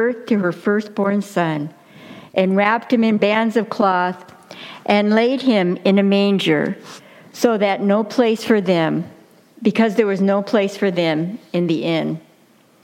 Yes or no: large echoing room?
yes